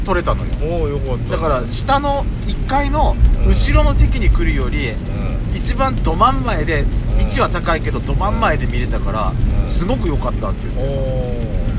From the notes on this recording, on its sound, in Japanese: 毎年ゴールデンウィークに山形で開催されているドラクエの音楽を生オーケストラで聴けるコンサート。雨ノイズ入ってます。